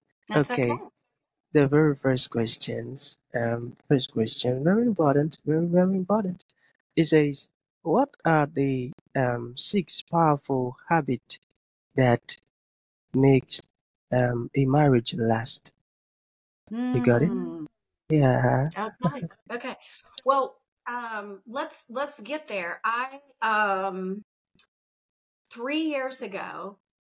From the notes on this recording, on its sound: I encountered challenges with my video conferencing app, leading to frequent crashes during recording. If you noticed any delays in my responses, it was a result of these technical issues.